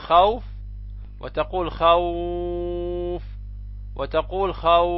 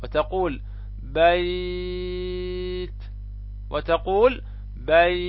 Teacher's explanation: يسمى بمد اللين، ككلمة مثلا خوف، ككلمة مثلا بيت، فلك أن تمده بمقدار حركتين عند الوقف، حركتين أو 4 حركات أو 6 حركة